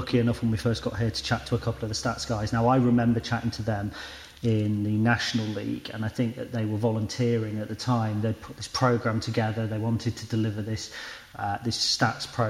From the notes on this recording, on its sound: LIVE from the EPC. We were privileged enough to be invited to the Elite Performance Centre.